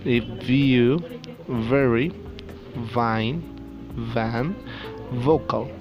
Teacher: the air is never completely stopped by the V sound